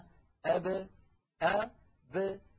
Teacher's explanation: يعني قلنا بأن العرب بدل أن يقولوا أب إذا سكنت الباء يقولون أب أب فيخرجون الباء بالتباعد بين الشفتين لا بالتصادم بينهما · Term: القلقلة